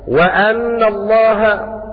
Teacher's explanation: بفتح الهمزة عطفا على قوله تعالى يستبشرون بنعمة من الله وفضل